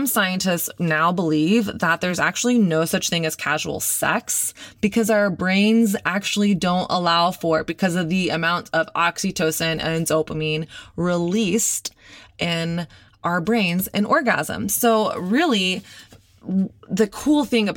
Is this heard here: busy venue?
no